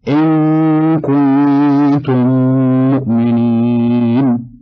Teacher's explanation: وجب إدغام الميم الساكنة في الميم المتحركة · Term: إدغام مثلين صغيرة